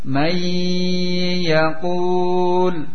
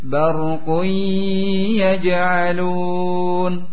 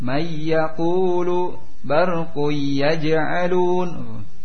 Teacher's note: ditahan dengan memakai gunnah dua harokat. Yang pertama di sini apa contohnya menghadapi ya, may yaqul, ditahan sifatnya dua harakat.